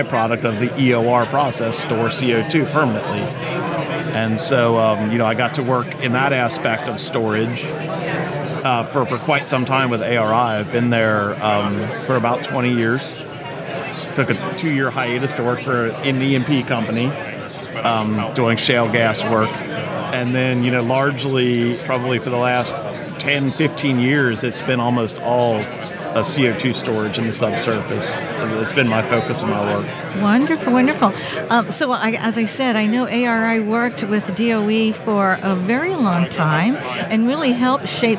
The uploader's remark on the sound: Recorded in the Exhibit Hall at the 2023 SPE Carbon Capture, Utilization, and Storage Conference held at the University of Houston.